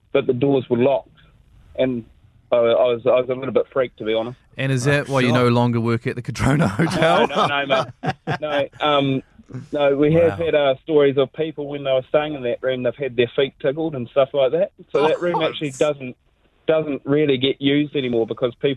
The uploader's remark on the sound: We got a phone call to prove it!